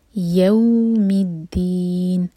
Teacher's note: या लाइट है और वाव के साथ जोड़ेंगे तो यह है मद्दलीन, सॉफ्ट पढ़ेंगे यौ